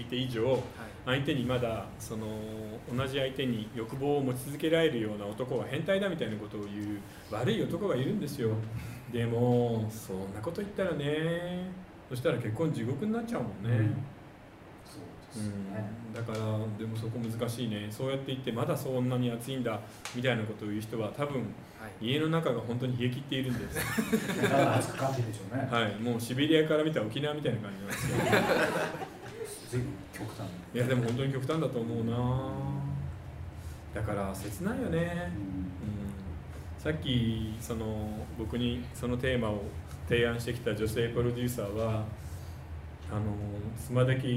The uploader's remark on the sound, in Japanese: 公開収録。